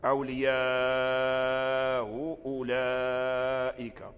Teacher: أولياء أولئك، فيسهلها بين الهمزة والواو، فينطق القارئ بشيء بين الهمزة والواو، فلا هو واو خالص ولا هي همزة خالصة · Term: التسهيل